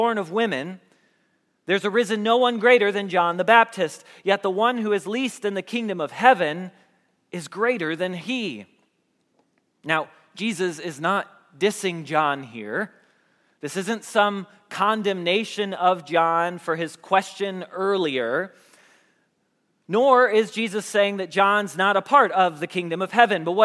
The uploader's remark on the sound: Message Preached at Valley Creek Church.